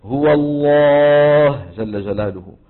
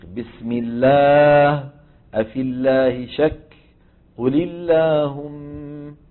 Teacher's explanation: شكل اللسان عند نطق اللام المفخمة والمرققة كما قلنا يصاحب اللام المفخمة تقعر لوسط اللسان وتضيق في الحلق بخلاف المرققة